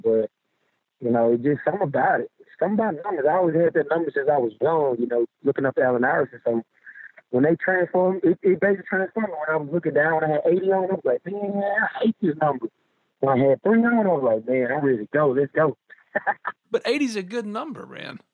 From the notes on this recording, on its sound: joined on the Modern Woodmen phone line